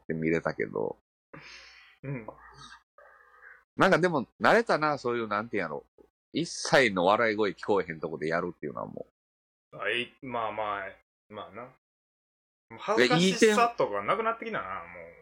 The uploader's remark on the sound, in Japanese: リモート収録